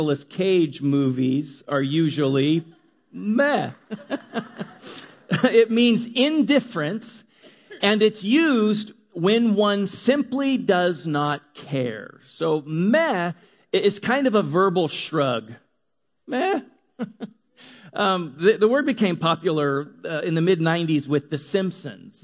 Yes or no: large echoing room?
yes